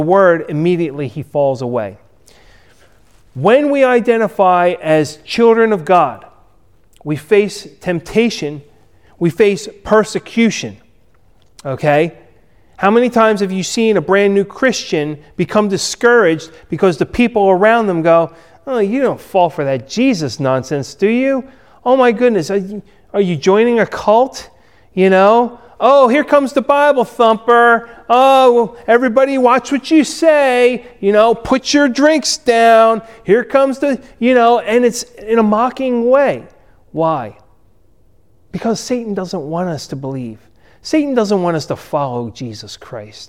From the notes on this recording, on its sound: Recorded at Ebenezer UMC on February 21, 2021